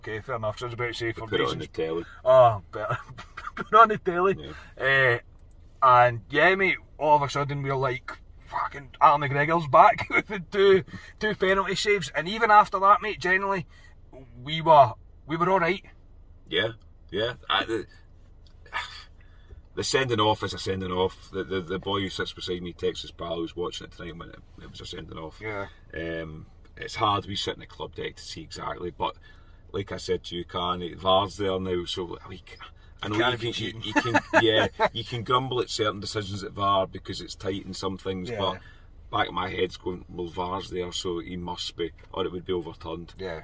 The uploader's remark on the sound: From the car after leaving Ibrox.